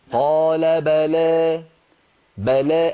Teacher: الباء مفتوحة والتقليل يبدأ من فتحة اللام